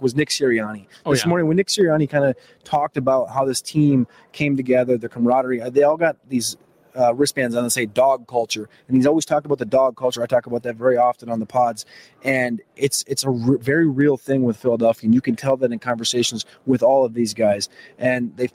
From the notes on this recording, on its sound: LIVE from Radio Row